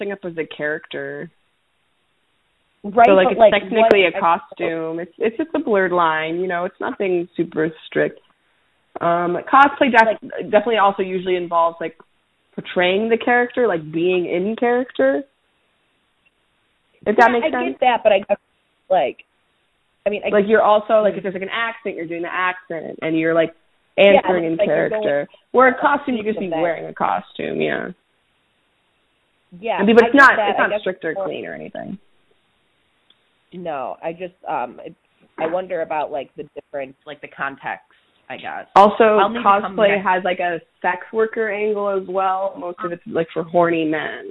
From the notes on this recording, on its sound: We recorded over the phone!